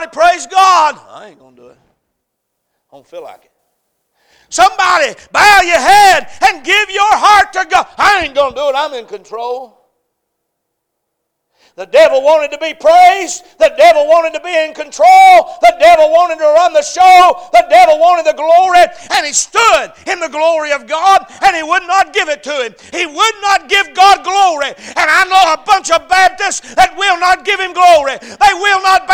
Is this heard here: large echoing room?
yes